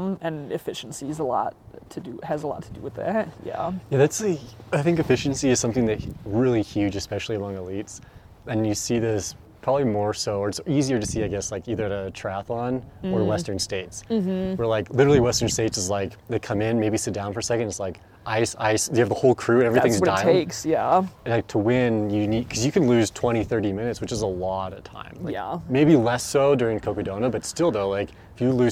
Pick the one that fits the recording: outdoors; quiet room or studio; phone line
outdoors